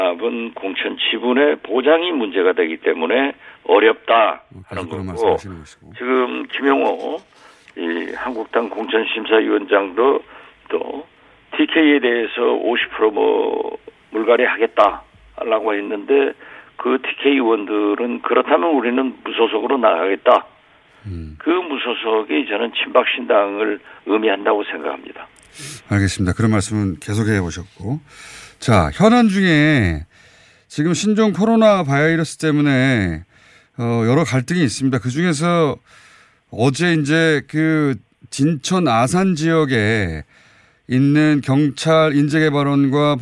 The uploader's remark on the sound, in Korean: 전화연결